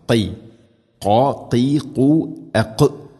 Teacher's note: ഖാഫ് തൊണ്ടയുടെ മുകൾ ഭാഗം, അത് കഴിഞ്ഞ് ചെറുനാക്ക്